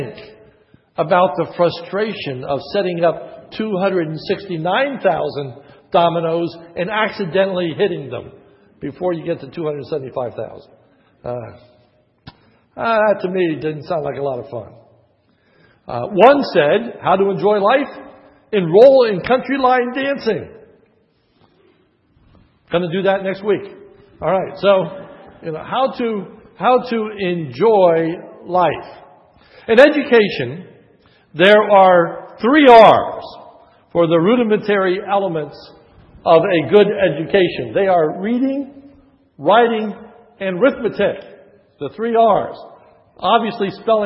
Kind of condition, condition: setting, large echoing room